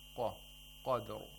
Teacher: we have the Qaf with Tafkheen. With thickness